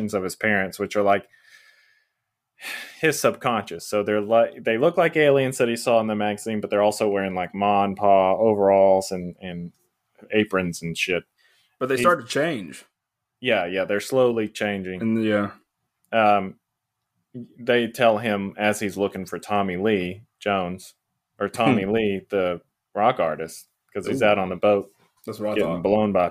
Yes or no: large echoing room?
no